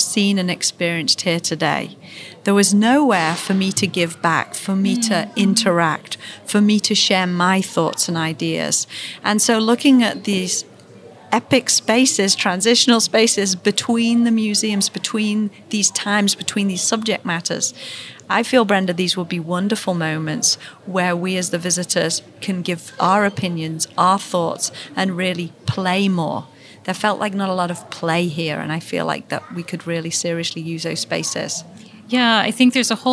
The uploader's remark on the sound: Coming to you live from the American Museum of Natural History. As they explore the new Gilder Center. Their on-site visit.